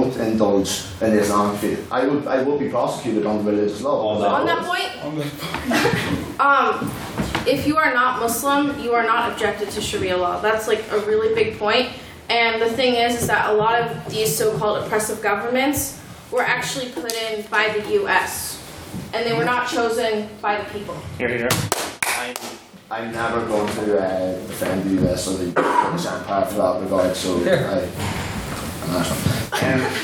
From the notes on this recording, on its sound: Here is the recording of the second Ordinary Meeting of our 169th Session, where the house convened